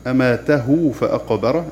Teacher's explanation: فتشبع ضمة الهاء ليتولد عنها واو مدية · Term: الصلة الصغرى